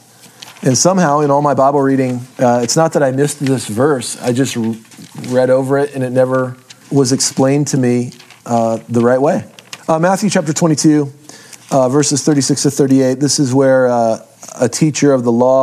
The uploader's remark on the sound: What you’re gonna hear is live audio recorded at a Core 2 class I taught in Sisters Oregon at Vast church in 2017.